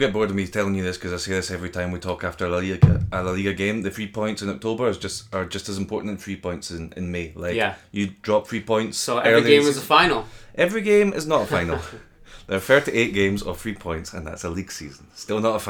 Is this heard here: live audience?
no